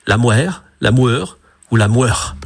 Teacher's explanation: Quant aux habitants de Cerque, ils avançaient les lèvres en avant, ils labialisaient